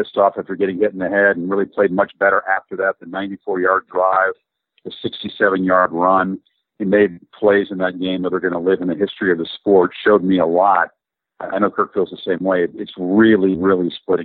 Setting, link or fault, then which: link, phone line